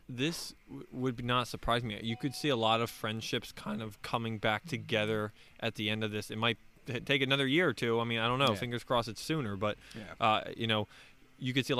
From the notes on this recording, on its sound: The guys are outside for the first time!